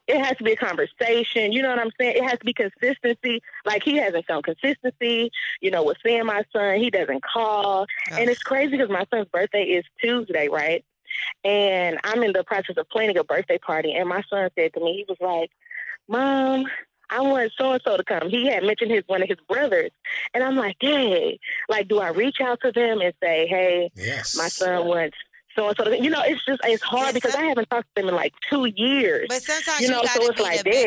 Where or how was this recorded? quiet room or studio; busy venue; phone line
phone line